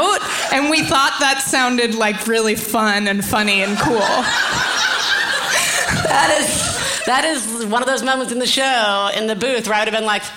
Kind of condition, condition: setting, live audience